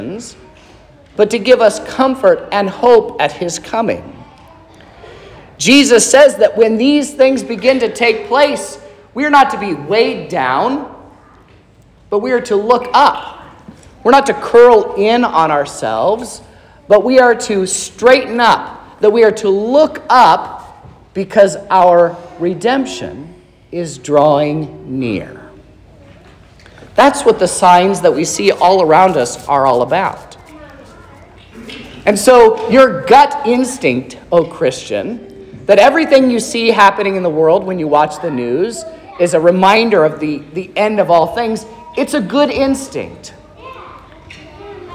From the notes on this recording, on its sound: This is the sermon preached at Trinity Lutheran Church on Sunday, December 10th, 2023